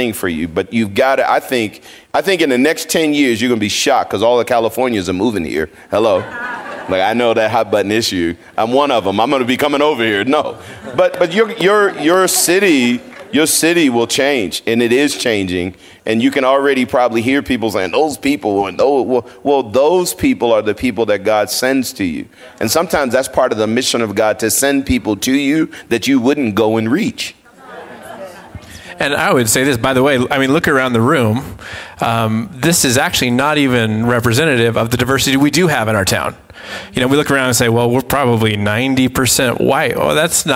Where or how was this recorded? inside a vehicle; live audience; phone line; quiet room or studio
live audience